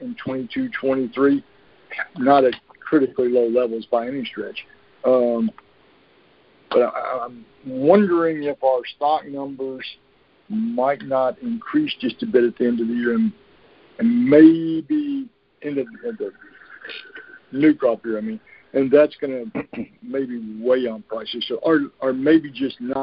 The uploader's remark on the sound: Monthly Conference Call